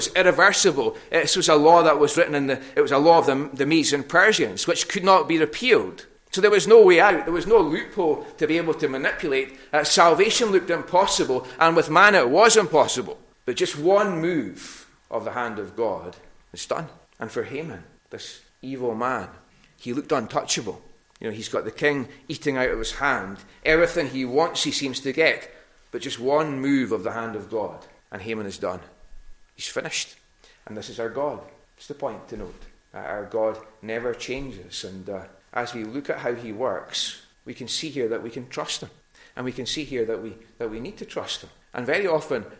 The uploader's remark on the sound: recorded at North Harris Free Church on the evening of Sunday 17th April 2022